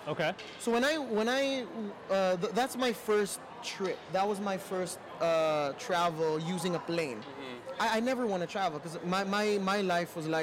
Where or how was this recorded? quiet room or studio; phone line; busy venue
busy venue